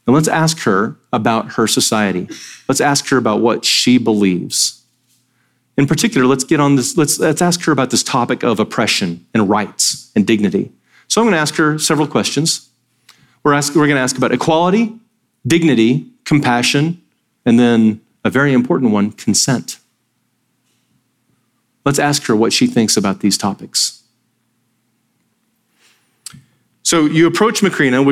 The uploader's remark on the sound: Sermon audio from Sunday, September 10, 2023.